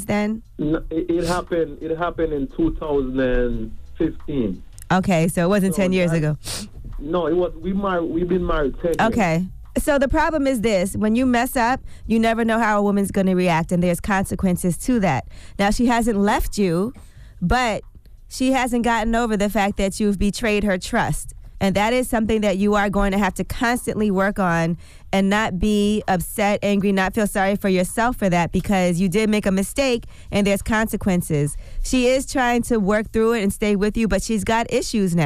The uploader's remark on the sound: Today on the show we had a surprise get it off your chest call. We opened up the phone lines.